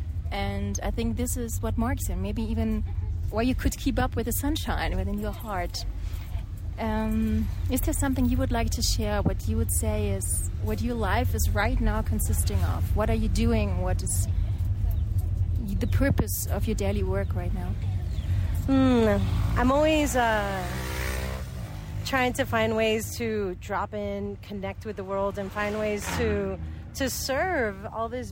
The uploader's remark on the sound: Live from a Guatemalan chicken bus